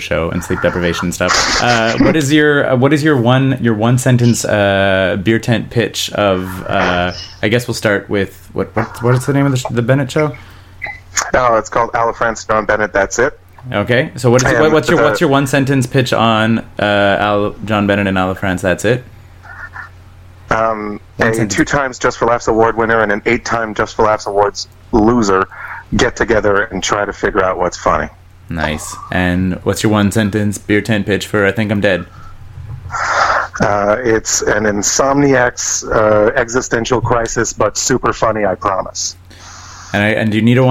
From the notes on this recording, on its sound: on the phone from Orlando